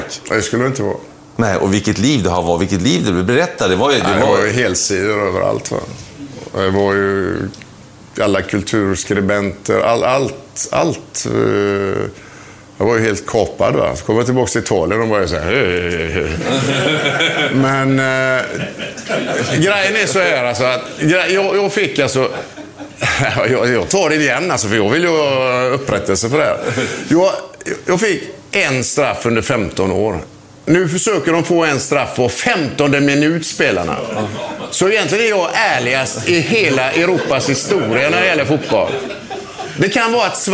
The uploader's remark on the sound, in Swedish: Inspelningen ägde rum inför publik på resturangbåten Nordens Ljus som ligger förtöjd i Karlbergskanalen i Stockholm.